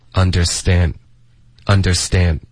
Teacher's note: stand 特我们要组化成一个的的音，结尾的的我们就省略